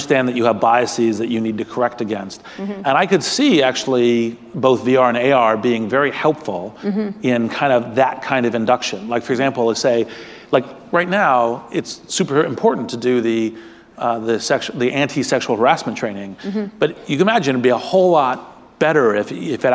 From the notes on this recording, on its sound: In front of a live audience. At the Anti-Defamation League conference "Never Is Now" in San Francisco.